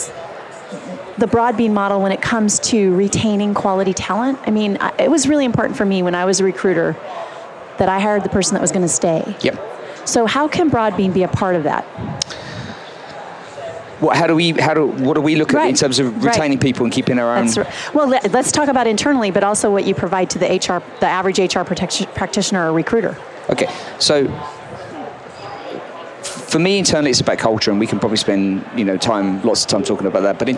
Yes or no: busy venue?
yes